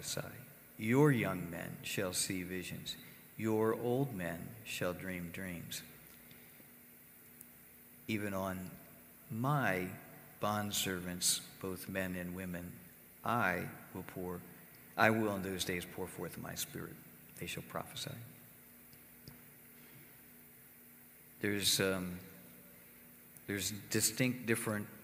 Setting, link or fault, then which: setting, large echoing room